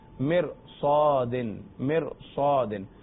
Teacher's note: را ساکن کے بعد اگر حروف مستعلیہ آ جائے اور وہ اسی کلمے میں ہو تب بھی را کو پر پڑھیں گے